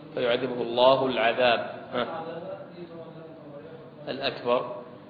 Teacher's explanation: لام اولى ساكنه والثانيه متحركه فادغمت فيها · Term: لام شمسيه